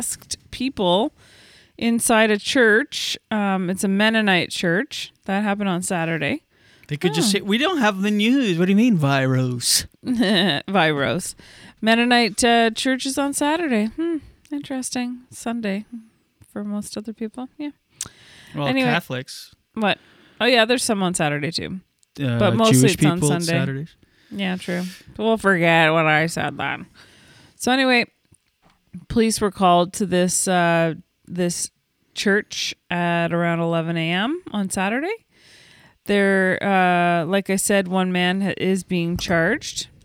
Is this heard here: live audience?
no